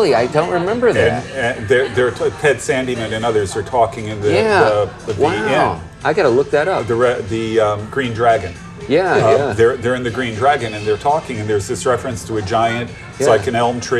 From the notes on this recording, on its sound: The show is a bit noisy and a little choppy because it was recorded in the main part of the pub (we were exiled from the backroom by paying customers!).